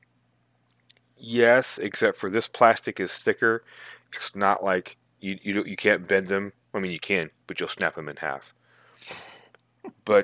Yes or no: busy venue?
no